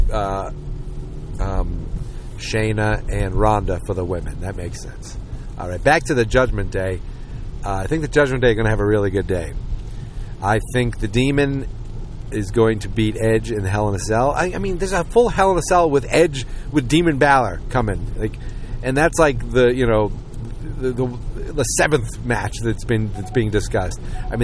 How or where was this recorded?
inside a vehicle